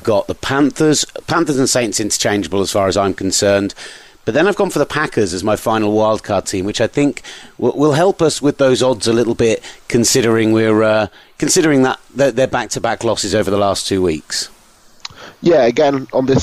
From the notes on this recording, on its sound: Live from a Michigan Car Park. The team out on the road.